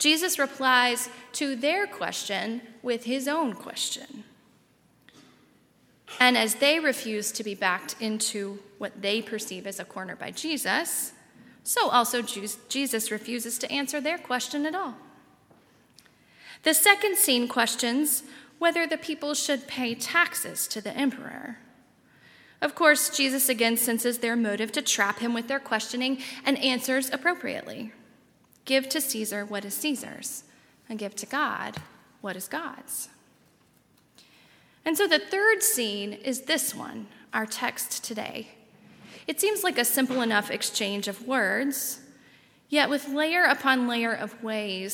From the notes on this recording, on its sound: at Highland Baptist Church